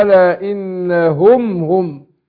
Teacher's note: برضو هنا إيه الميم ساكنة وبعدها الهاء، هيبقى إظهار شفوي، ميم ساكنة وبعدها الهاء هنظهر الميم هنا